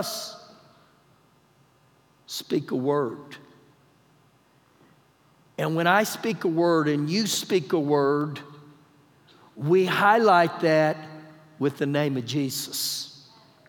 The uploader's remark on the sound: Recorded live during our Wednesday night service